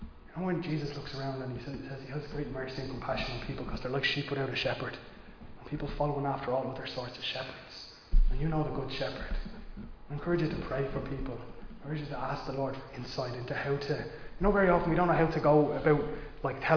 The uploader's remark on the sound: Recorded live in Liberty Church on 6 March 2022